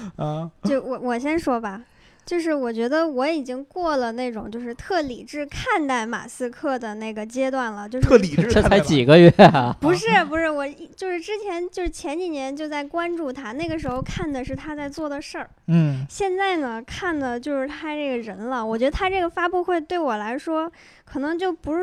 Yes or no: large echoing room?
no